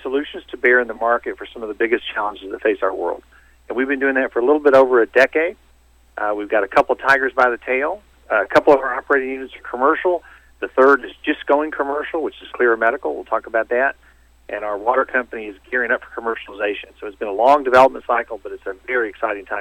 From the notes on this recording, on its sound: called in to SmallCapVoice